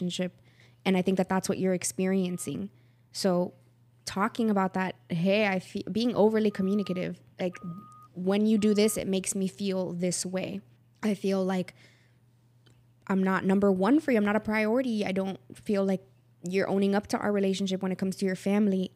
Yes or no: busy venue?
no